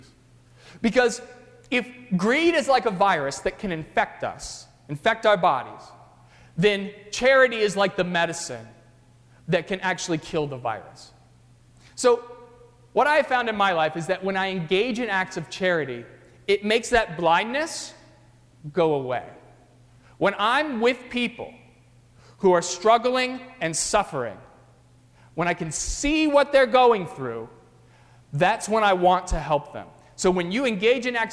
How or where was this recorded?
large echoing room